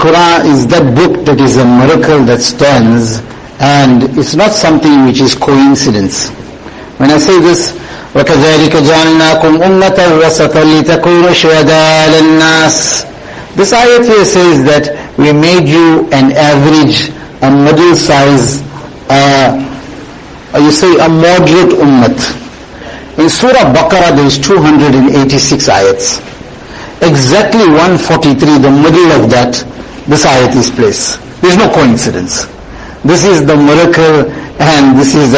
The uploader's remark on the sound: Jumuah lecture at May Street Masjid 20 Jan 2023